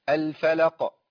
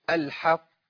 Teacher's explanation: القاف جريت بيها بسرعه، صح؟ لان فكيت المخرج على طول، لكن الحق القلقله نسبتها زادت شويه